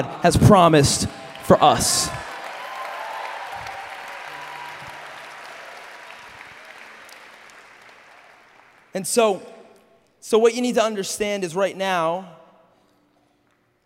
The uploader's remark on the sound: Message at Awakening Conference 2016.